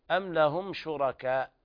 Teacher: إظهار شفهي لوقوع الشين بعد الميم الساكنة